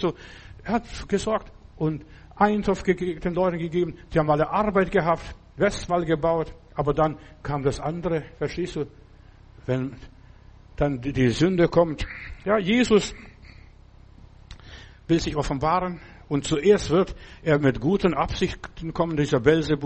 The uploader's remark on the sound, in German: im Gemeinde-Zentrum in Berlin aufgenommen